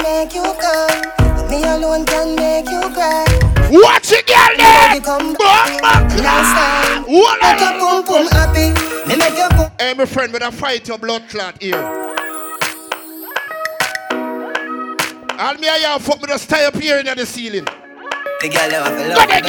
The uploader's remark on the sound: LIVE AT LEVEL UP.